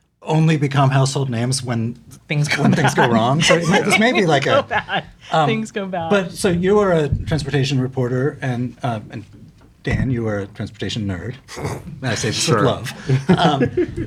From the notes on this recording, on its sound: We’re back with another live taping at Politics and Prose Union Market!